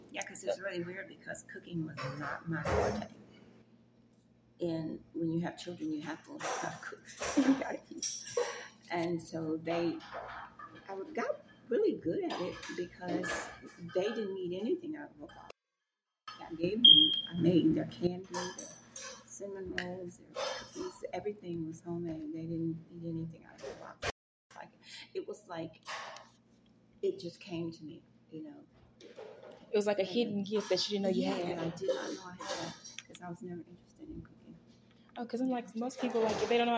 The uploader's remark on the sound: This video has some background noise